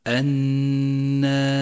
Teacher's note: ثانيا، لاحظ النون الخضراء في كلمة الناس. الناس تحتاج إلى غنة زمنها حركتان، وقد لونت بالأخضر إشارة إلى موقع الغنة: الناس.